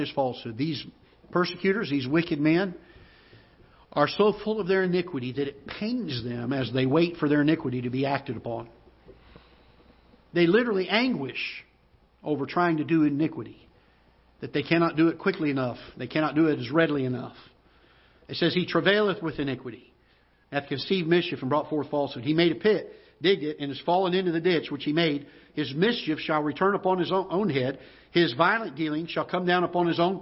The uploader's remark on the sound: Ketha Heights Baptist Church ~ Live Broadcast